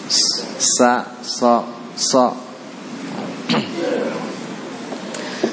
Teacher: ujung lidah bertemu dengan ujung gigi seri bawah. Itu makhrajnya sad itu.